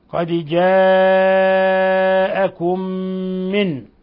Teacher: قوله تعالى قد جاءكم دال مقلقلة وجاءكم مد متصل يمد من 4 إلى 5 حركات ثم ميم ساكنة مع ميم متحركة أضغمنا الميم الأولى في الميم الثانية بما يسمى إضغام مثلين كصغير. · Term: إضغام مثلين صغير